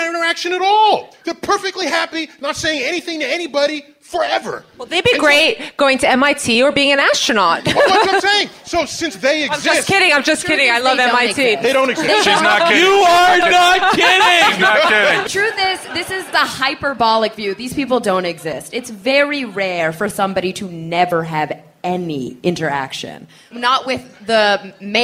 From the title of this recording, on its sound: Live at the Bell House